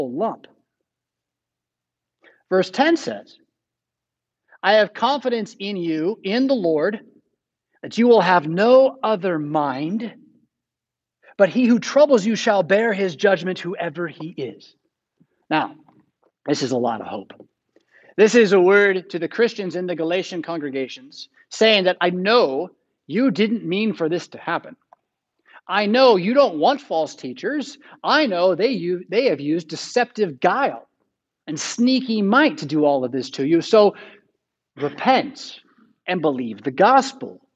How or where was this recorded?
large echoing room